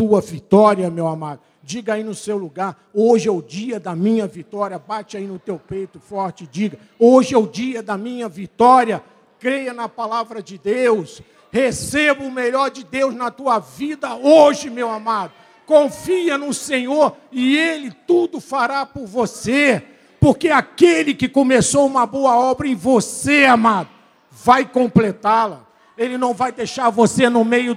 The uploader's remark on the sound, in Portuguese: Culto gravado na Igreja Evangélica Cristo Vive - Rio de Janeiro RJ.